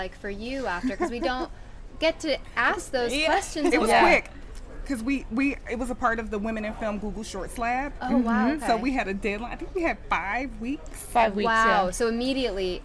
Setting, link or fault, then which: setting, busy venue